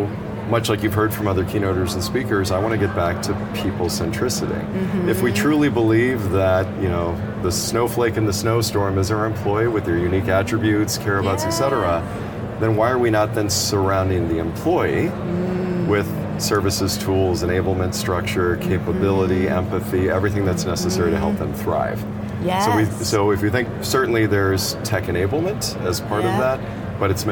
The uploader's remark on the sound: studio on the road (again) to the 2023 HR Technology Conference & Exposition , held October 10–13 in Las Vegas